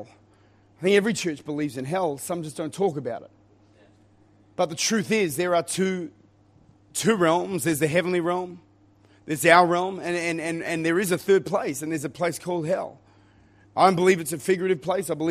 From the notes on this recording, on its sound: Recorded at Lifepoint Church.